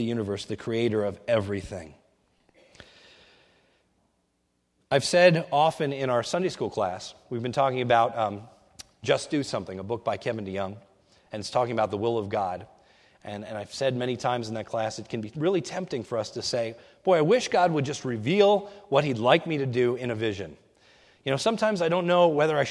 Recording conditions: large echoing room